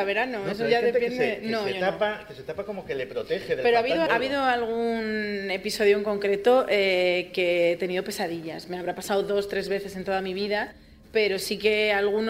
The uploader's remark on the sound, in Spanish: Primera tertulia DEX celebrada en el marco del festival ESTACIÓN PODCAST